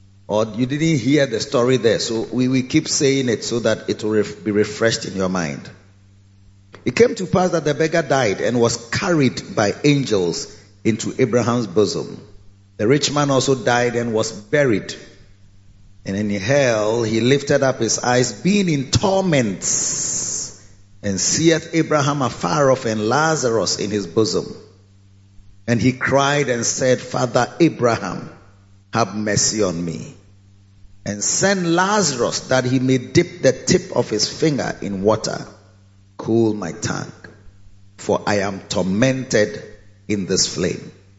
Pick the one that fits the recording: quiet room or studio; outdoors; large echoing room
large echoing room